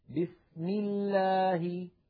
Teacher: أما إذا سبقت بكسرة فإن لفظ الجلالة ترقق لامه، نحو بسم الله، هنا لفظ الجلالة سبق بكسرة الميم، لله